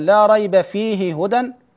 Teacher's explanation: فلو قلنا مثلا: لا ريب فيه هدى، هنا الهاء مع الهاء، لابد من إسكان الهاء الأولى ثم إدغام الهاء في الهاء · Term: الإدغام